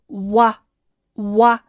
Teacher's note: 要把嘴张大，滑到啊的这个位置上，整个音才能够发饱满